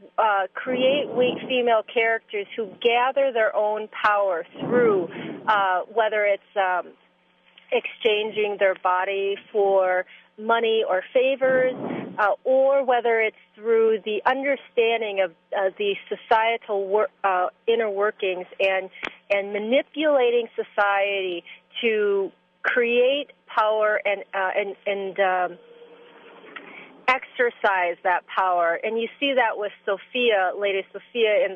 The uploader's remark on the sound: is driving, and we're recording our conversation.